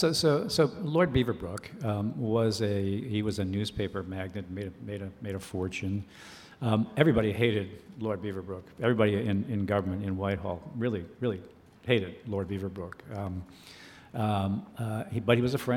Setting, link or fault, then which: setting, live audience